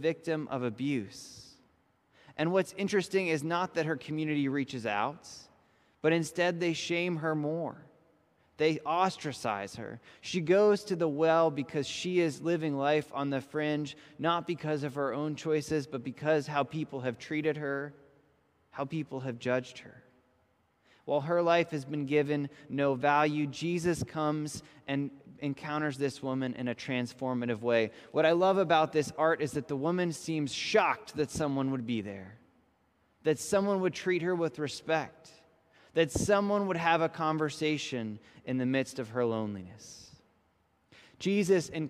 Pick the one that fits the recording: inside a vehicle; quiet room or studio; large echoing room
large echoing room